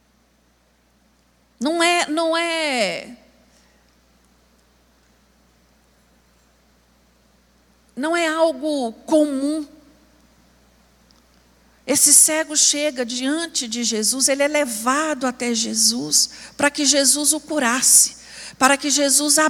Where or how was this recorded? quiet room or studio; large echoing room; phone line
large echoing room